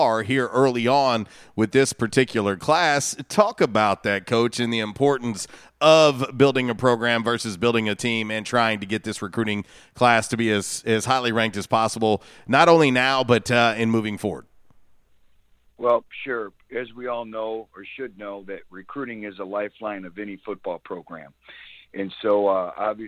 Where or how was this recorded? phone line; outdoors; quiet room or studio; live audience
phone line